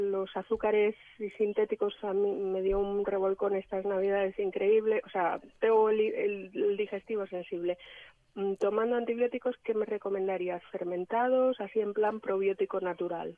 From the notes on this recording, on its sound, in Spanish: Varias personas nos han pedido que dediquemos más tiempo a las llamadas en directo, así que hoy lo hemos intentado.